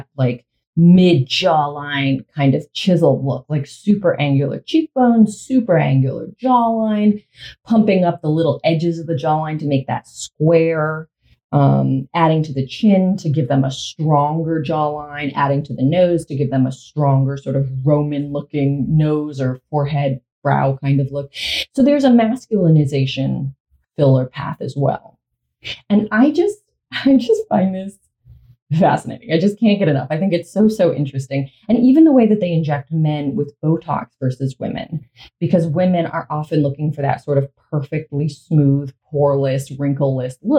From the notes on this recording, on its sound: This episode and the possibly the next few experience some audio issues; the recording went through the computer instead of the mic so this should be sorted after this batch.